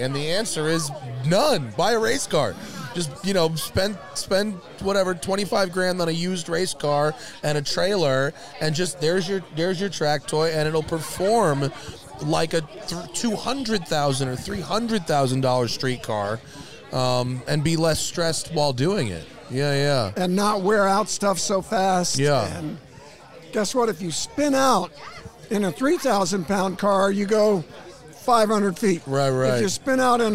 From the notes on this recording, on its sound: This show was recorded outside so you might hear a small bit of wind noise.